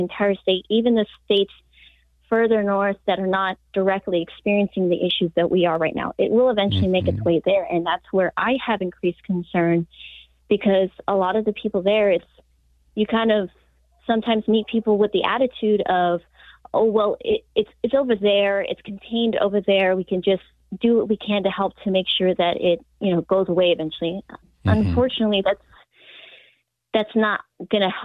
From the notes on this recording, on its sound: From the frontlines of Texas. Our callers, echoing from towns like Uvalde to Nigeria.